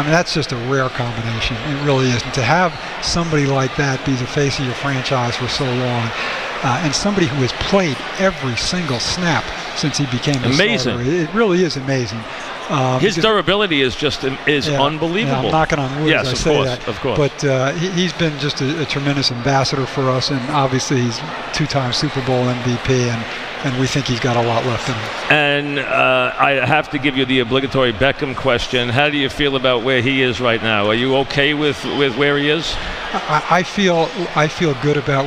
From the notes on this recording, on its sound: Opens his show live at Grand Central Terminal while celebrating WFAN's 30th anniversary.